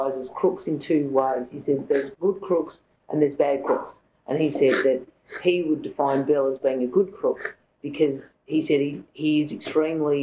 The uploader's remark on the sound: this recorded interview is 20 years old and sounds it!